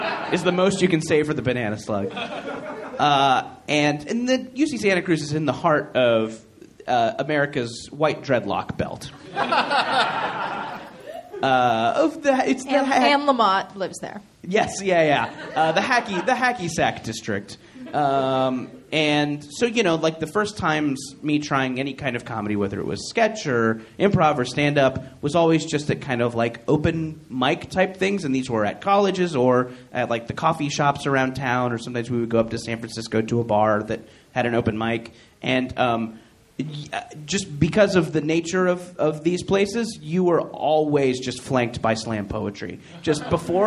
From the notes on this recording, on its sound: Recorded live from Very Very Fun Day in Chicago at Thalia Hall.